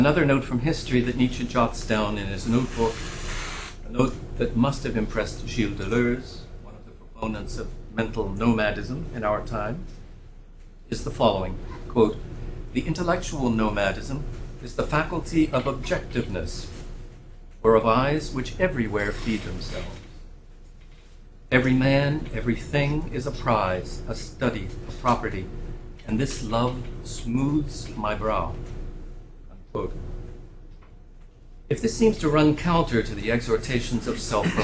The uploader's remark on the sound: Hosted by the Villanova University Department of Philosophy, a lecture